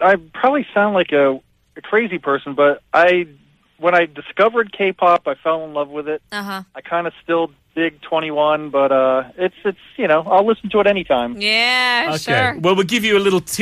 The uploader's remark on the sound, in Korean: 청취자 전화연결